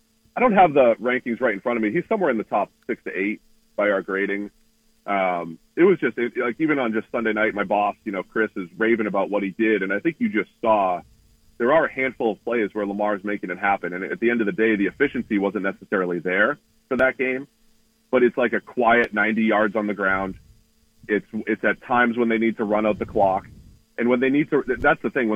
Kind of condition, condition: link, phone line